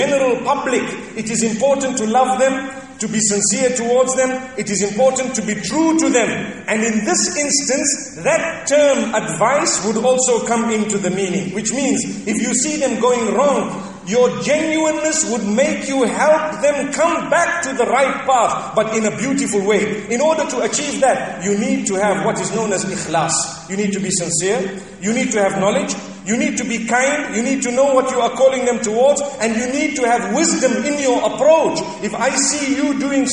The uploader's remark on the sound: Jumuah Lecture from ibn Zaid Masjid at Fanar, Qatar